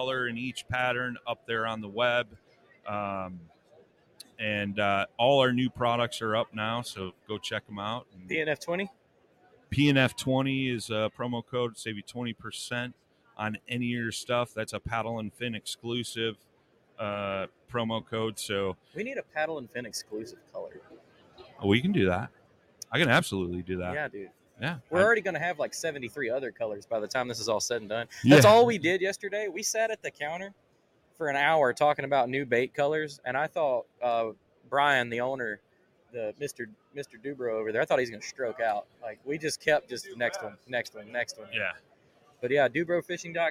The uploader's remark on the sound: Live from ICast '23 the PNF Hosts take over the DUBRO Fishing booth